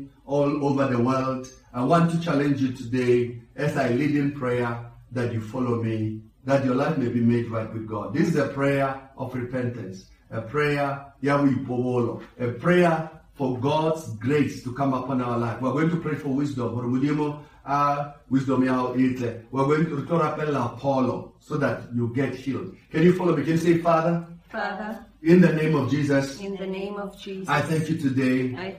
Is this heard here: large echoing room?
yes